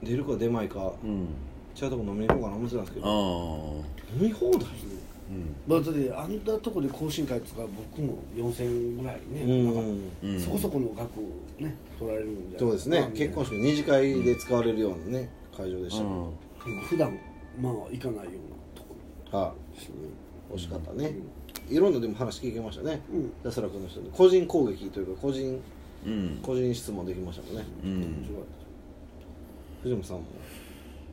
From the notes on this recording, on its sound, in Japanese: 神戸、SPACE DOG!RECORD(お店)より。